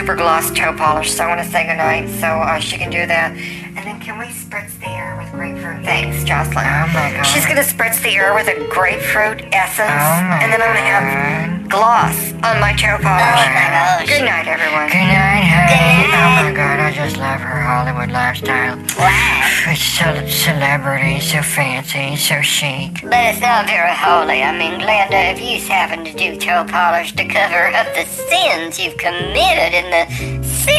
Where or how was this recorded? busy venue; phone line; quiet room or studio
phone line